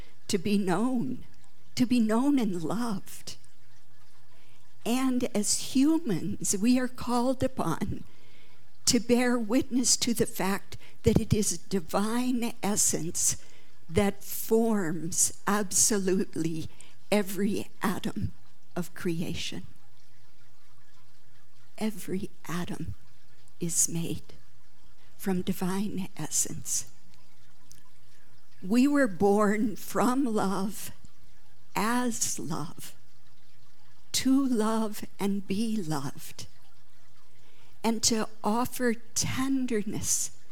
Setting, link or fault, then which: setting, live audience